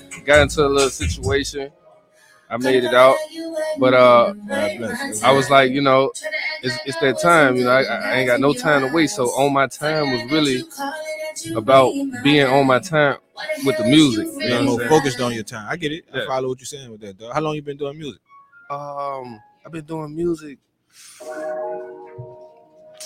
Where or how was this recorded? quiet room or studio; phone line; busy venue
busy venue